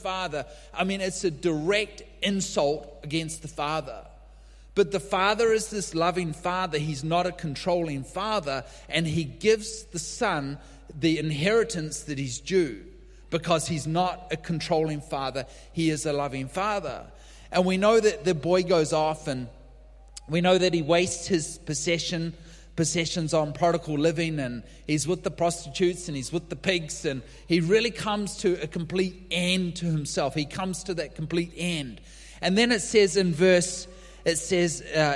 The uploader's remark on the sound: LIVE at Echo Church